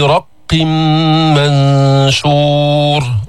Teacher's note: رق الراء مفتوحة مفخمة، جبنا الإدغام بغنة، إدغام التنوين في الميم، رق منشور.